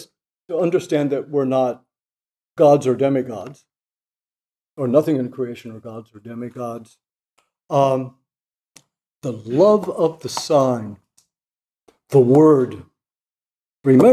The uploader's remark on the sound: This lecture was given on June 15, 2023, at the Dominican House of Studies in Washington, D.C., as part of the 2023 Civitas Dei Summer Fellowship.